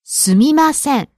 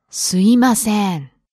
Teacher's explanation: The correct pronunciation is すみません, but you might hear some people pronounce it like すいません. Some people leave out the M sound. · Shown in: second take